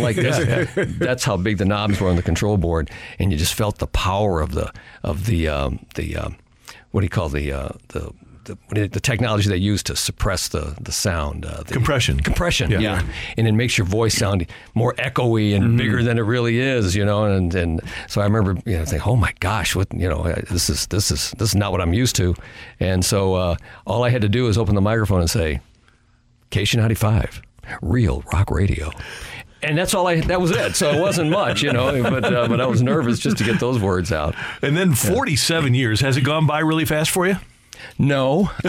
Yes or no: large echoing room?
no